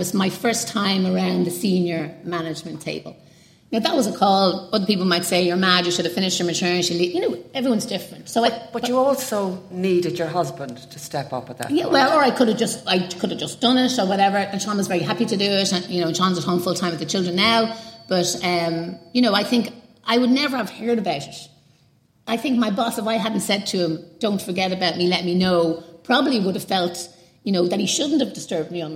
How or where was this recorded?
live audience